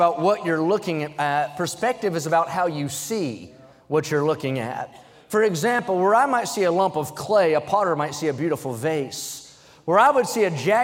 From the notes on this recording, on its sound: during the Sunday Morning service on April 23, 2023, at North Valley Baptist Church in Santa Clara, California